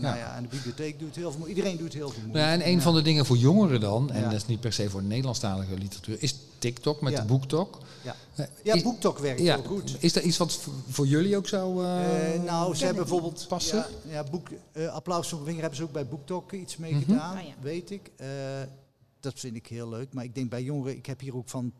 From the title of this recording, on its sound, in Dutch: Live in de LocHal